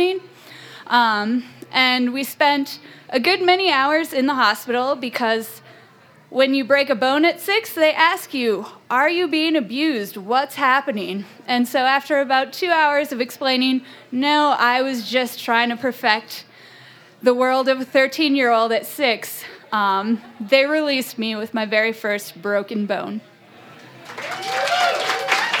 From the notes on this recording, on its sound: Impromptu Raconteurs. You never know what you'll get when the audience steps up to the mic.